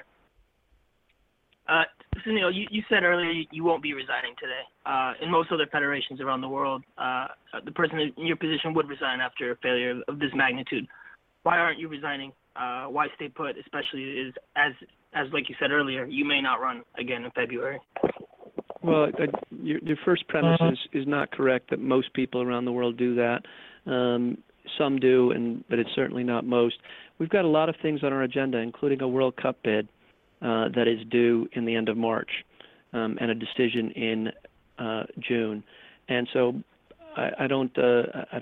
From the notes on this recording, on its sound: later in the show you can hear the full conference call.